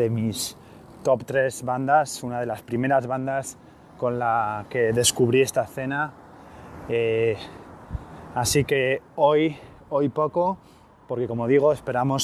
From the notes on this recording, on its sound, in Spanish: Un nuevo episodio grabado a pie de calle desde otro de los lugares más emblemáticos del Punk-Rock norteamericano. Telegraph Avenue, en Berkeley, California.